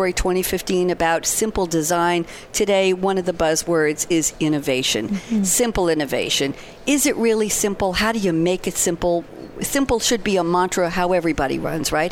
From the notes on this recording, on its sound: Live from Sap Sapphire Now 2017.